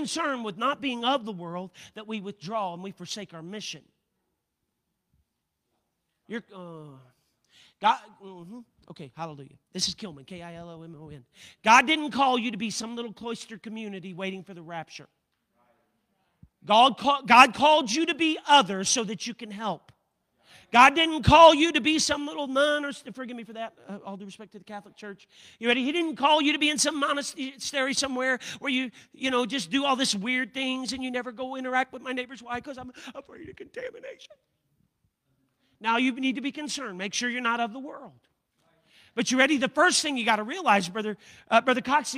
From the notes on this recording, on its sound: A service recording from Connect Point UPC.